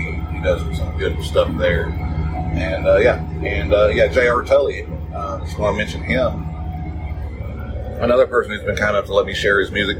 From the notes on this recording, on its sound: Special Edition from the Field. This is an unscheduled episode recorded without notes from work. I apologize for the bad sound quality.